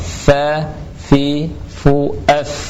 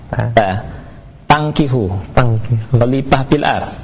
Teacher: fa itu gigi seri atas ketemu dengan bibir bawah · Shown in: first take · Term: huruf fa